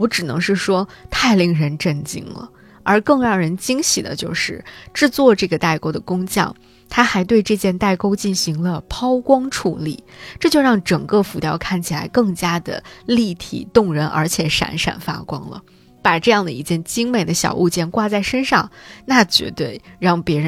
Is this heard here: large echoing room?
no